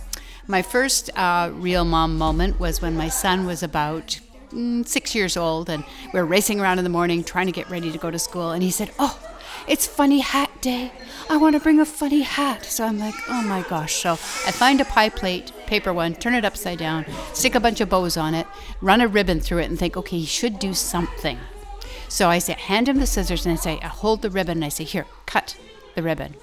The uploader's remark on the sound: To celebrate, they’ve gathered past and future guests and experts from the podcast along with a bunch of local moms and their little ones for a super fun social lunch. This episode was recorded live on location during the celebration!!